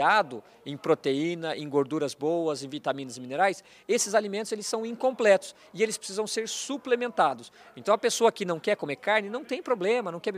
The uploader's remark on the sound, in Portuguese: Nesta prosa, gravada durante o Meeting Adir.